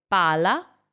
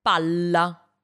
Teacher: очень четко должна звучать разница и между одинарными и двойными итальянскими согласными